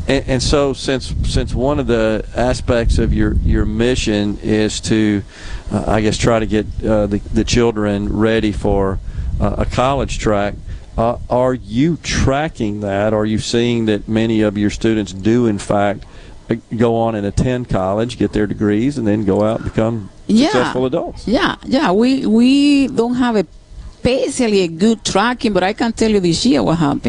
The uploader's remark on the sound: LIVE from The Delta Soul Golf Tournament in Greenville